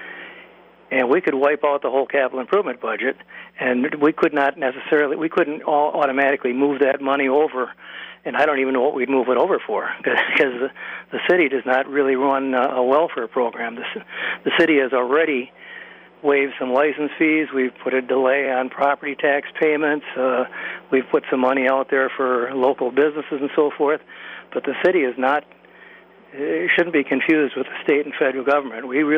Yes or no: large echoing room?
no